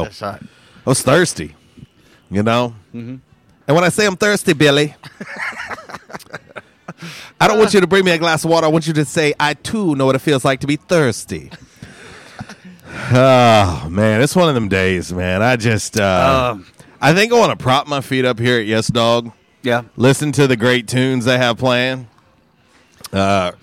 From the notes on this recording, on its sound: Was “Women Rock Wednesday” LIVE from YesDog Grill! On The Ticket 95.3 Fm/970 AM, Ritter Communications Tubetown 21!